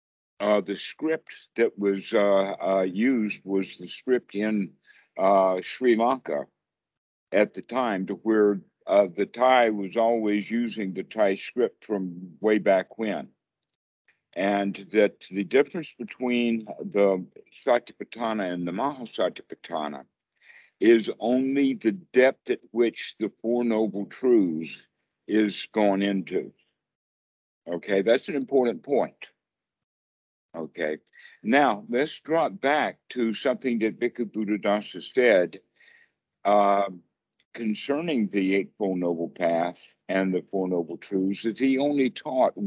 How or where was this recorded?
video call